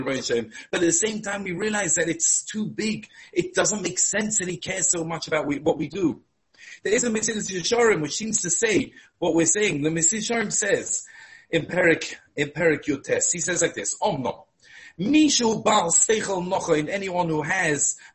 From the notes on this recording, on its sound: Shiur given over Zoom